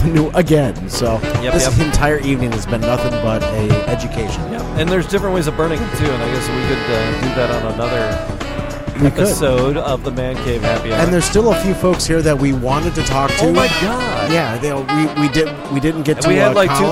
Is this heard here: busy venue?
yes